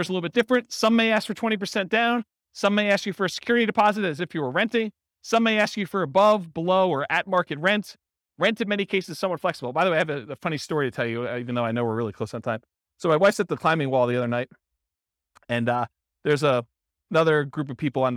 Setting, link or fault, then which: setting, live audience